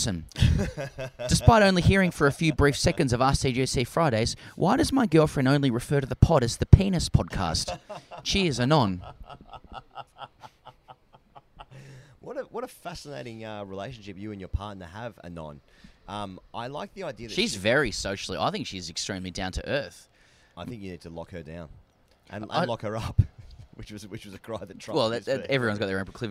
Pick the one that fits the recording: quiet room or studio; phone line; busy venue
busy venue